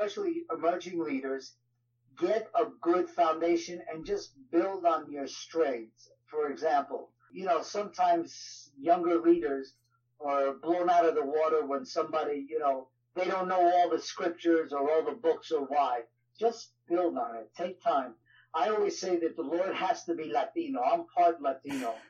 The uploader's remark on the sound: Please forgive the audio quality as this was when we first launched out into podcasting and this was a phone call interview.